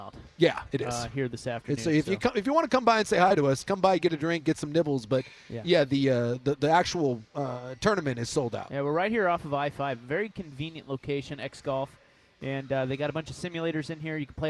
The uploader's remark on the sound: we're live from X-Golf